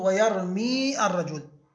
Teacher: فالتقى الياء مع اللام فالتقى ساكنان، فحذفنا الساكن الأول لكن حذفناه باللفظ لا بالرسم